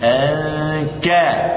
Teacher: النون من طرف اللسان والكاف من أقصى اللسان